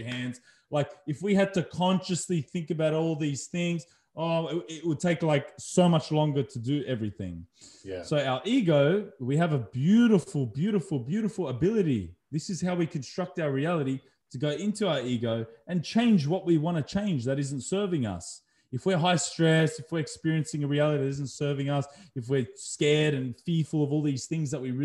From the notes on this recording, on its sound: Over zoom. He is currently in lockdown in Austrailia.